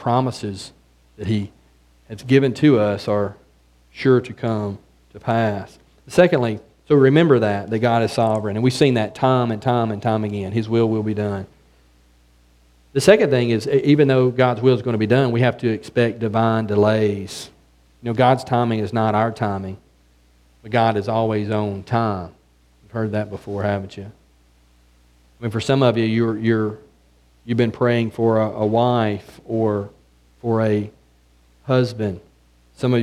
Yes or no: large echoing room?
yes